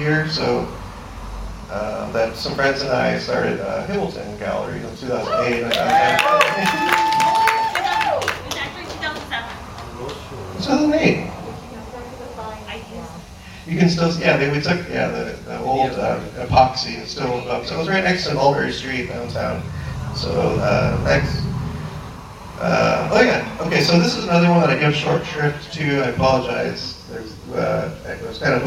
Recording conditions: poor sound quality